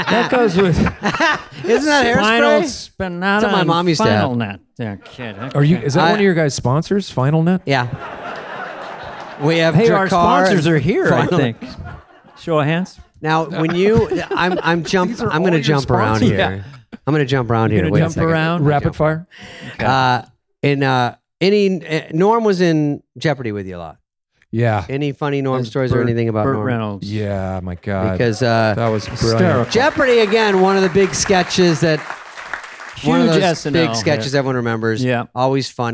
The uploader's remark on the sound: Live from Largo at the Coronet.